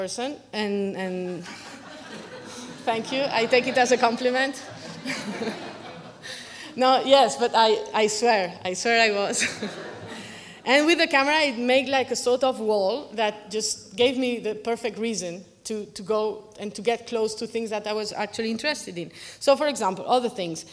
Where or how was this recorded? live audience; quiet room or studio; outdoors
live audience